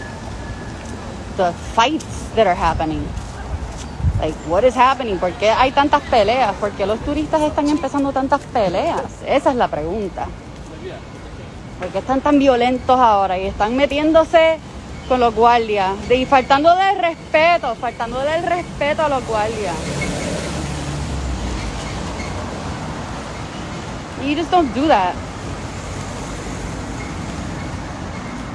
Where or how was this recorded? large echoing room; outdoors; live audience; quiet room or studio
outdoors